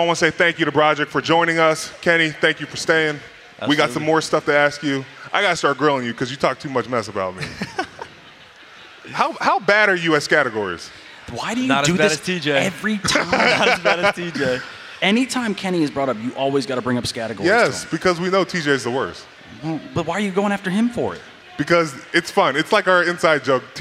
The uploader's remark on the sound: live at the Steelers draft party!